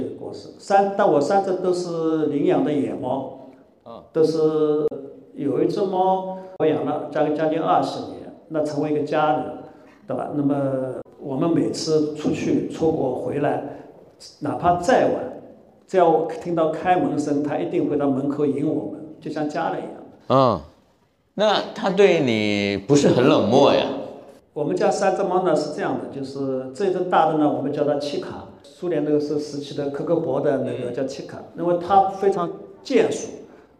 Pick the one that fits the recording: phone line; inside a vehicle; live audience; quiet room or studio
live audience